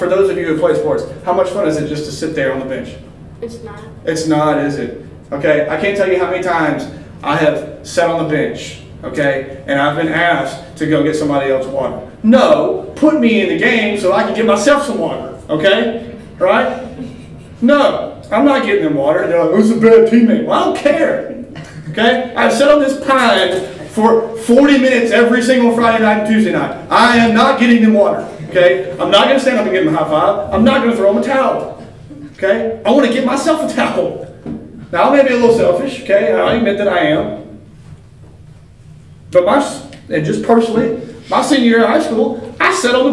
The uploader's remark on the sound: This is a recording of the lesson for the youth at Wellford Church.